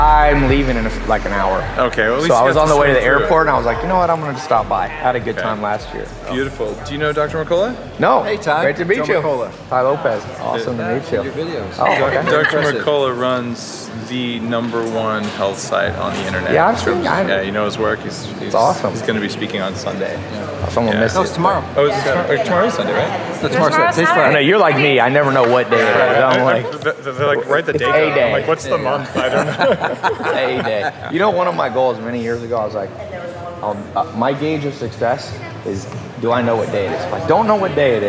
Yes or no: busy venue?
yes